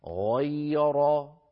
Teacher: فنفخم الغين غي، ثم ننتقل برشاقة إلى ياء مرققة غي، ثم نعود فنفخم الراء المفتوحة را، إذن غير. · Term: تفخيم الغين